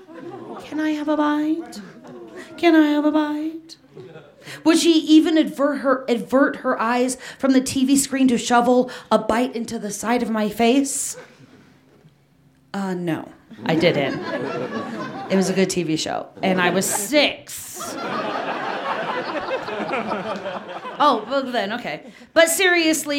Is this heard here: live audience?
yes